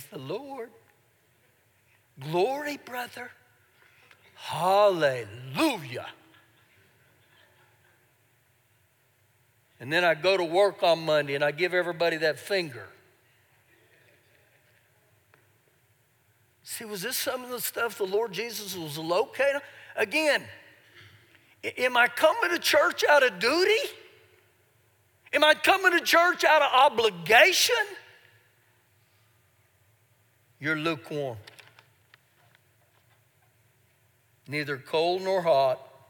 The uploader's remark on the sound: Recorded live during our Sunday morning service